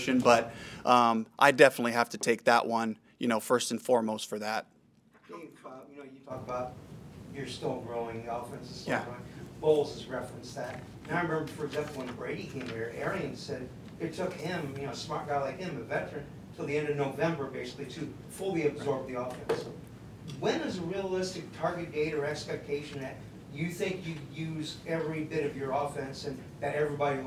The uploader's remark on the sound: Press Conference